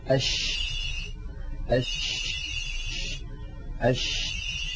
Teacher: التفشي كما يعني عندما ننطق الشين، جرب هكذا أش أش أش، تجدون بأن الشين كما ذكرنا عند بحث مخارج الحروف تخرج من وسط اللسان، من وسط اللسان، من هذه المنطقة، ومن هنا ينشأ الصوت، من وسط اللسان ينشأ الصوت، ثم يندفع الصوت باتجاه مقدمة الفم، فيصطدم الصوت بالأسنان، بالصفحة الداخلية للأسنان العليا، فيؤدي هذا إلى حدوث انتشار للصوت في الفم. · هذا الانتشار يعطي الشين صوتا خاصا، بهذا الانتشار سمى العلماء هذه الصفة للشين بصفة التفشي، ونستطيع أن نلحظ ذلك من خلال اللوحة التعليمية التي تبين لنا تعريف التفشي كما ذكره علماؤنا. فالتفشي هو انتشار صوت الشين من مخرجه · Term: حرف الشين